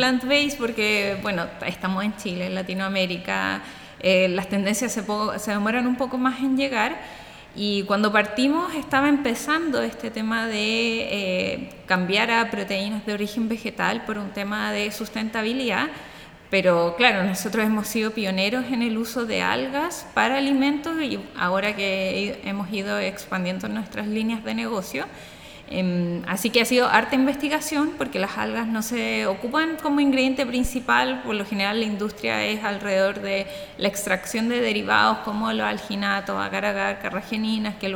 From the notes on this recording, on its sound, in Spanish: Capítulo especial grabado en Ftalks. Evento realizado los días 20 y 21 de octubre de 2022 en Valencia.